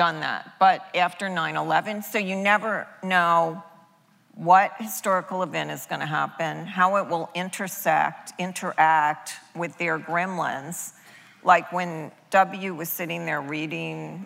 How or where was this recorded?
live audience